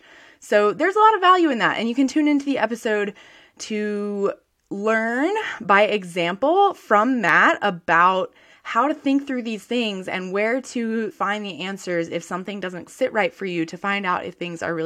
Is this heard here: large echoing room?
no